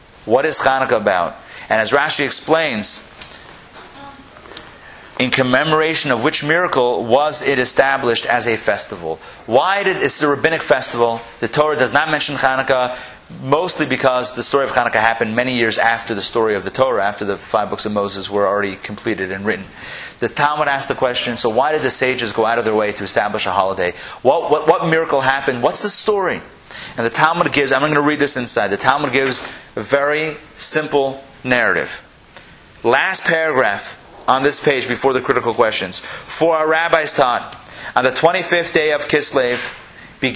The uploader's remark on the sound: Recorded live at Atlanta on October 27, 2013